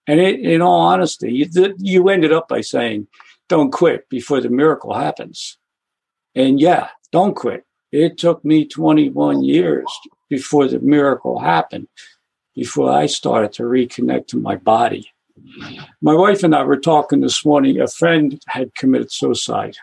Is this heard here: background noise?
no